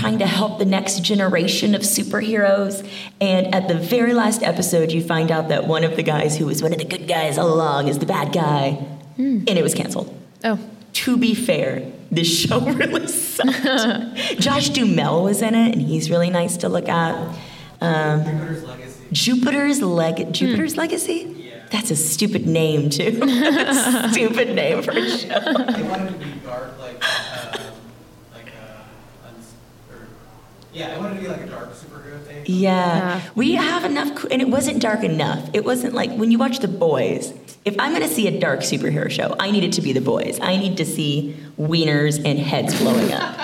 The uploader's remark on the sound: Live at Phoenix Fan Fusion